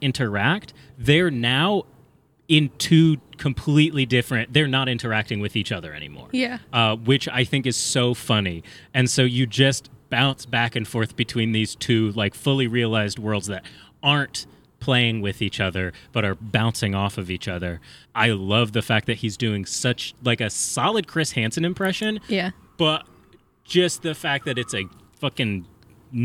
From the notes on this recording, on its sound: A very special episode that was recorded in a big empty field. The outside sounds aren't too noticeable.